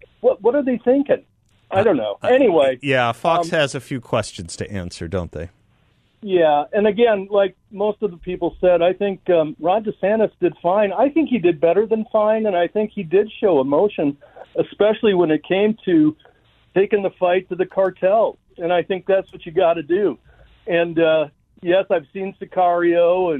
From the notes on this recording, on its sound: on the phone